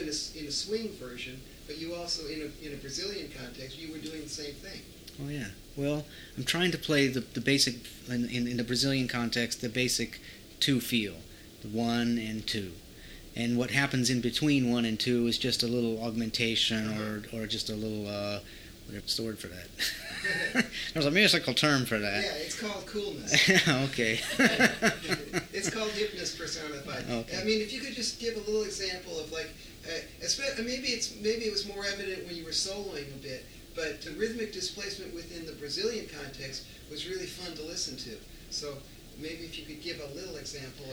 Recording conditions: background noise